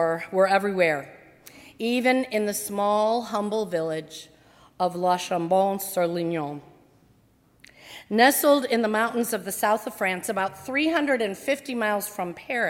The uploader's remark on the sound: during the 10:30 AM service on Sunday August 26, 2018 at First Presbyterian Church of Arlington Heights, Illinois.